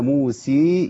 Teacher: لو قلنا موسى يبقى عملنا إمالة كبرى